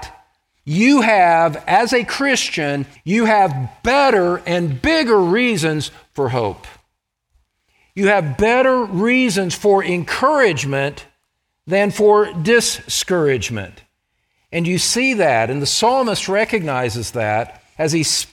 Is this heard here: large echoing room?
yes